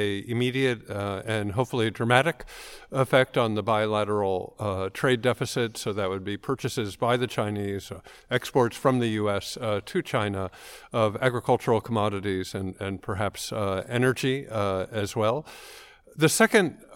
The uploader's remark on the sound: We’re live from the US-China Business Council’s Forecast 2019 Conference in Washington, D.C.